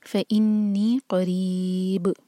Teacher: قَرِيبٌ اگر آپ یہاں رکیں تو آپ پڑھیں گے فَإِنِّي قَرِيب، تو ری چار حرکہ ہوگا اور با پر سکون کریں گے، جب رکیں گے تو با پر قلقلہ ہوگا